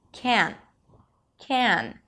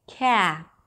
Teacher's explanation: We start with a k sound, then you open it to an a as in cat. So drop your jaw and pull the lips to the sides a bit. · IPA: kæən